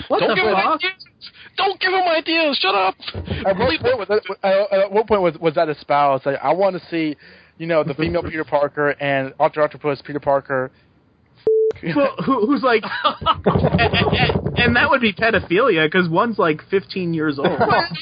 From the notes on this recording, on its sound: In this episode we take live callers from around the world